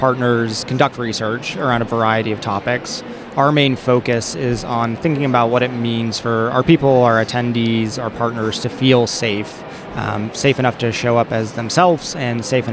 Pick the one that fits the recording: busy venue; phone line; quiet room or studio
busy venue